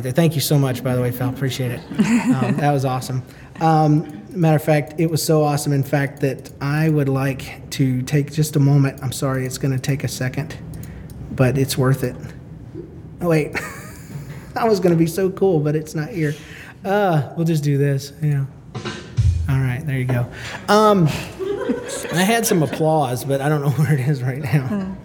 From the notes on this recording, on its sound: Recorded LIVE at the SFLC Marriagability Conference in Kansas City, Missuri.